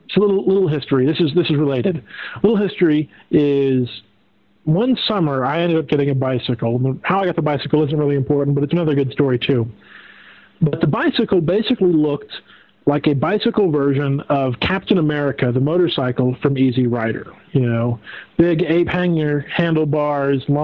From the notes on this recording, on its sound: We had live Skype callers on the show once again